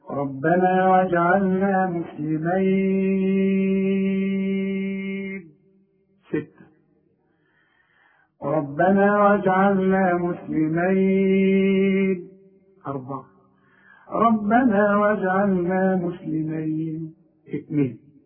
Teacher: الشين مفتوحة، الياء ساكنة، عند الوصل لا مد، عند الوقف حركتين وأربعة وستة